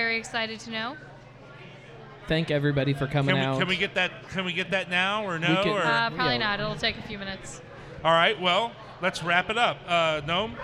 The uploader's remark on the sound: We once again are live at Braxton Brewing Company in Covington, KY.